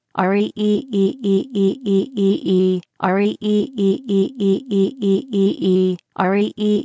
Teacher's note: R is not made to vibrate, but is only pronounced in a simple form